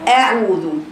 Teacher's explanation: الهمزة حرف رقيق وسطا مستفل